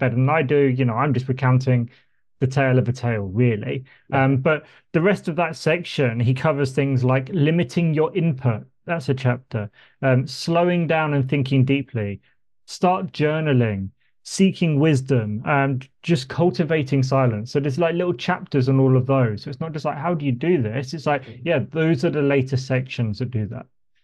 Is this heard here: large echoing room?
no